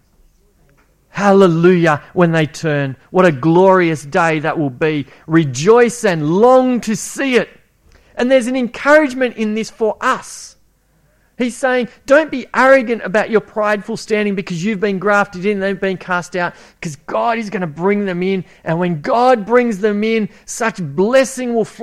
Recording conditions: large echoing room